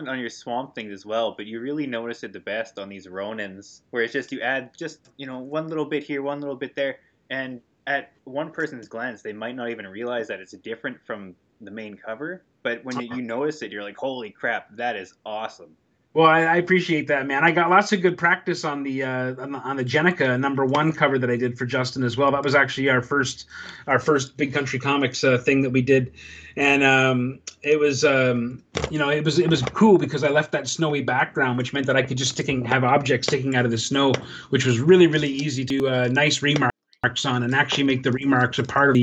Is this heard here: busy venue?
no